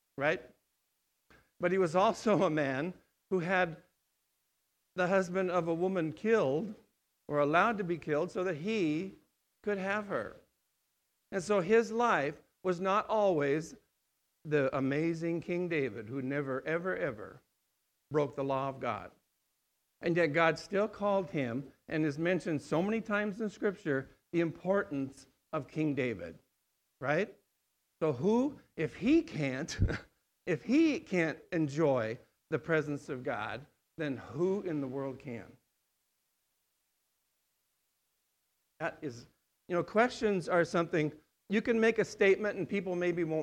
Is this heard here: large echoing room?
yes